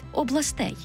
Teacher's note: А в орфоепічному словнику української мови 2001-2003 років вже на сторінці 14 його другого тому фіксуємо виняток у родовому відмінку множини. Там тільки наголошений останній склад областей